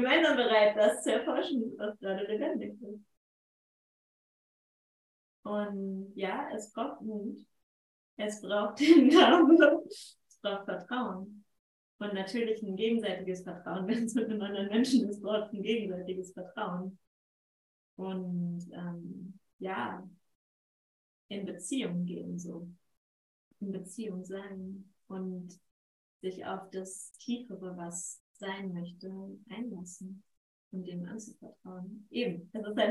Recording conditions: poor sound quality